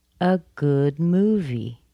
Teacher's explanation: But good is also a primary stress. But it's a little bit lower, a little bit softer, not as strong as movie.